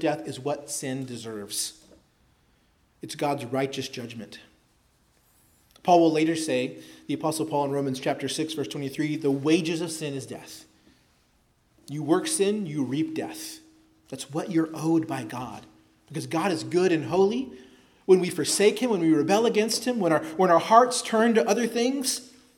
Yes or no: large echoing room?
yes